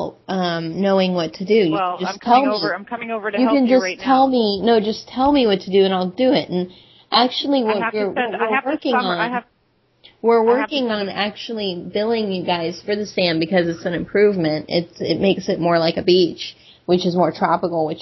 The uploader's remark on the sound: Prank Phone Calls.